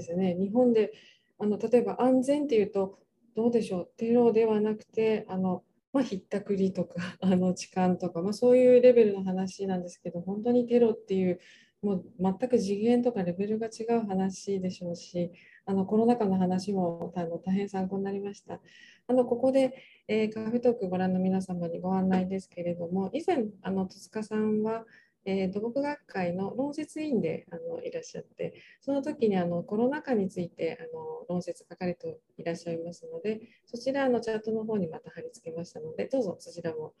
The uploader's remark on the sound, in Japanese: 収録場所： オンライン (Zoom)